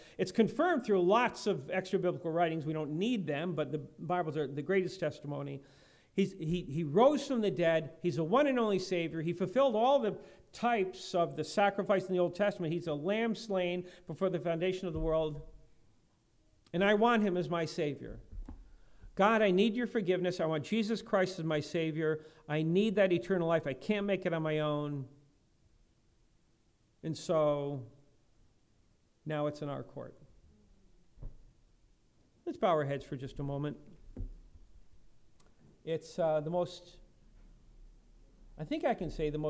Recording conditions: large echoing room